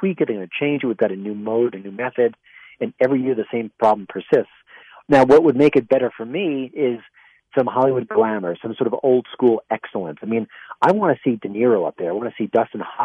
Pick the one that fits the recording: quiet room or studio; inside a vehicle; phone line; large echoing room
phone line